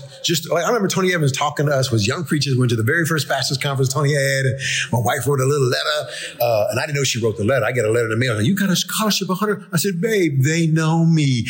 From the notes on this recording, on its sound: During the 2022 Flavor Fest celebration and conference.